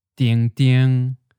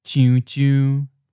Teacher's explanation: If we're drawing them out, the seventh tone begins on the middle line and stays flat. When the tone changes, it starts in the same place, but then drops down toward the bottom line and becomes a third tone, mid falling.